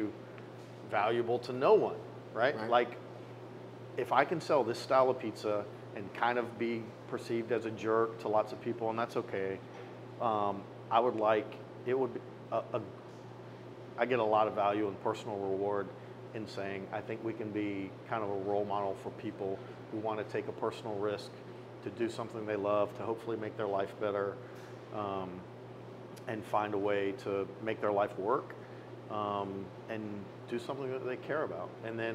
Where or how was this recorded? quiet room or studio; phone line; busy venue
busy venue